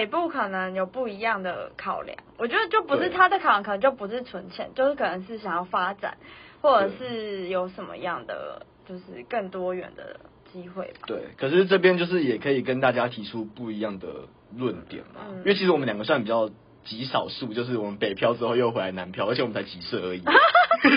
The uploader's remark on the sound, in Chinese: 因為是頻道草創時期，所以有雜音或是音質上的問題還請大家見諒。